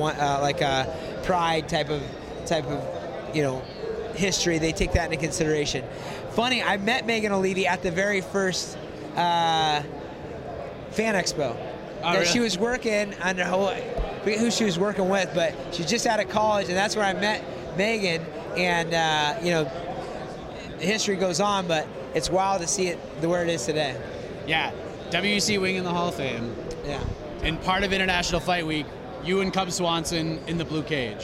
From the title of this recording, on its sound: LIVE From Las Vegas